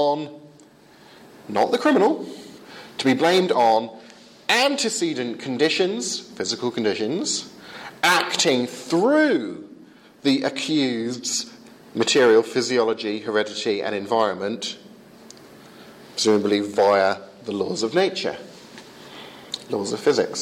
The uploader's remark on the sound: Lecture delivered at the 2015 Euroepan Leadership Forum in Wisla, Poland.